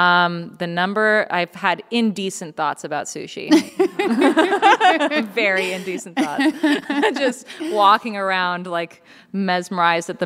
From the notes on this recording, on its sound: on stage in Seattle for a live podcast recording